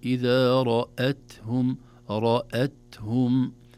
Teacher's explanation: تفخم الراء ولا تؤثر على الهمزة بعدها، لأن الهمزة دائما ترقق في سائر أحوالها